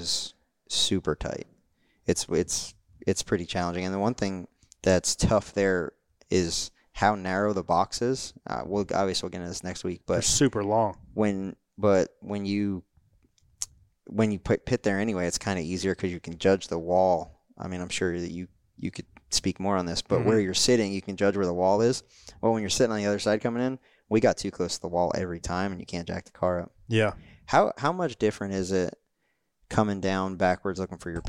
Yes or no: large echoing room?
no